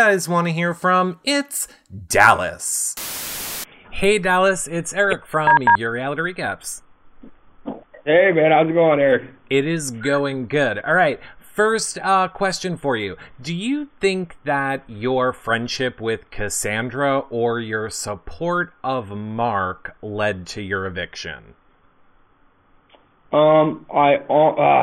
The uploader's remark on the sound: This is our phone interview